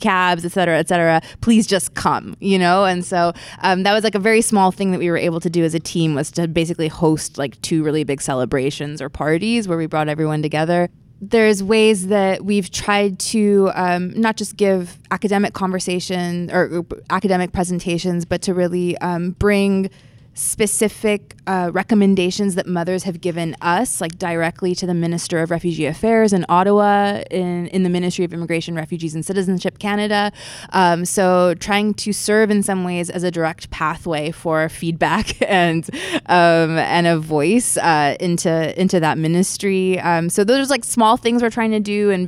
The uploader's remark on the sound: Cross-Disciplinary Roundtable. Recording Location: 2019 MESA Annual Meeting, New Orleans.